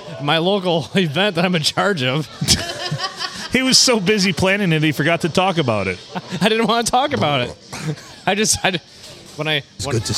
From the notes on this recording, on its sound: Recorded at the Blue, on a Sunday, in front of actual people!